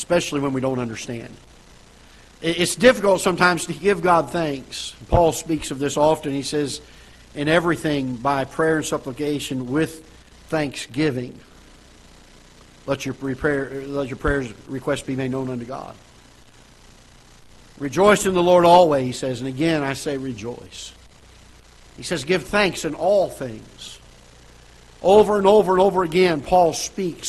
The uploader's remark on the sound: Ketha Heights Baptist Church ~ Live Broadcast.